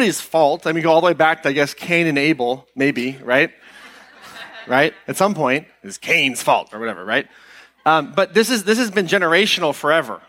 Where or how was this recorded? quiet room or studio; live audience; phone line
live audience